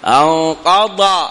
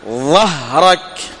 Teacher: الثاني أخرج اللسان، ظهرك. في الأول لا تخرج اللسان لأنه ضاد، في الثاني أخرج اللسان إلى الخارج